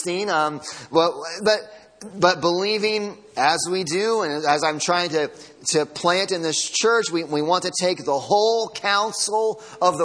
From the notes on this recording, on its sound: Sunday Morning Sermon Audio